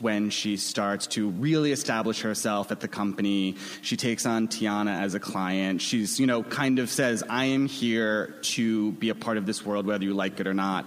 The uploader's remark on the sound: Recorded at ATX Television Fest in June 2015.